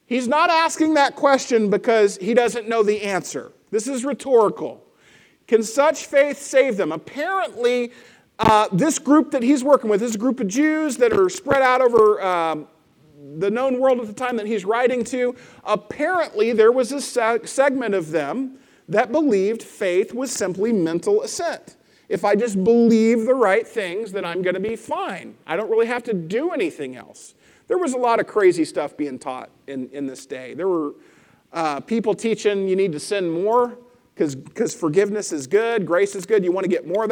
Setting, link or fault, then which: setting, large echoing room